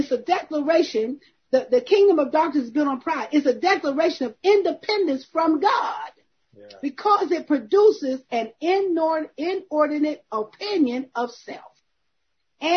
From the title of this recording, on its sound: Zoom Meeting